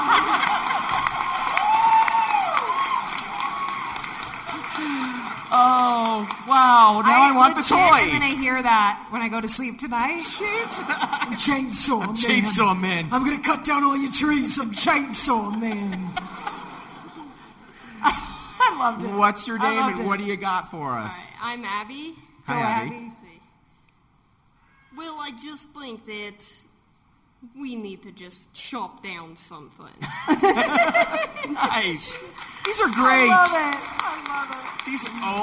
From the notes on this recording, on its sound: Live from FanExpo Denver. At their very first LIVE podcast recording. Our live audience. We welcomed our audience to create voices for original characters fans of the show submitted!